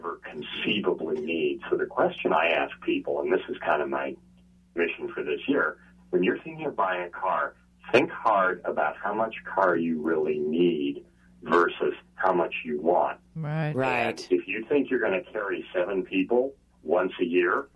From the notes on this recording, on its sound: all called